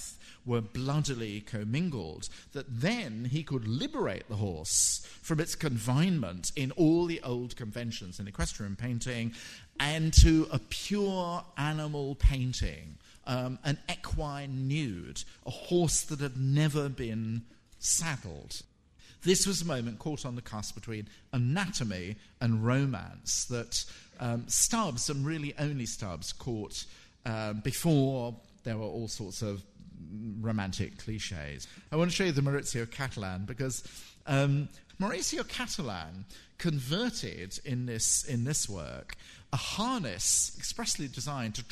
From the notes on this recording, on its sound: in this recording of his FT Frieze week lecture